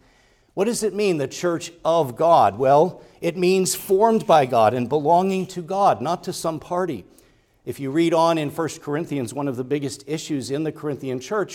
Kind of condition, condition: setting, large echoing room